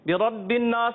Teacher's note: रा पर जबर आई, तो रा को क्या करेंगे, पुर करेंगे, ठीक है। नास नून मुशद्दद कहीं पर भी आ जाए, तो नून मुशद्दद या मी मुशद्दद में हमेशा क्या करते हैं, गुन्ना करते हैं, एक अलिफ का गुन्ना करेंगे।